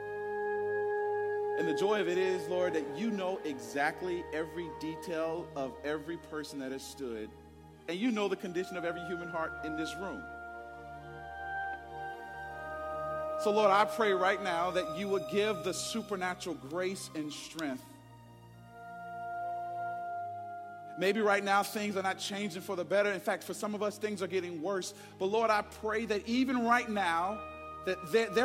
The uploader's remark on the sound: Preached Sunday January 21, 2024 at Woodside Bible Church, Pontiac Campus